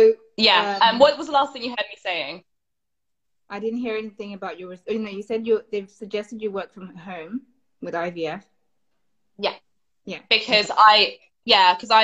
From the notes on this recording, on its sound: hosted on Instagram Live during the summer of 2020